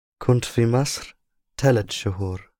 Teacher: Did you hear the helping vowel between kunt and Masr?